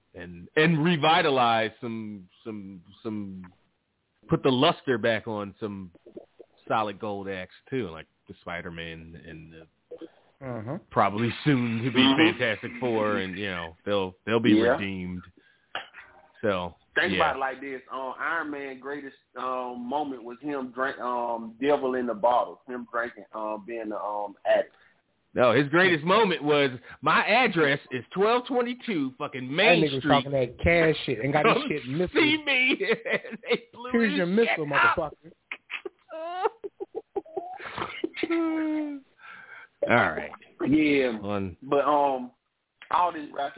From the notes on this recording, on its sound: The ECC live show is back after a bit of a break. Live calls taken and more.